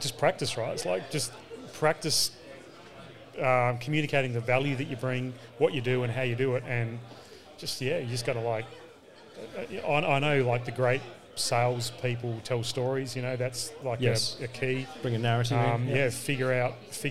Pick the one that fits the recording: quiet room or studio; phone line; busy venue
busy venue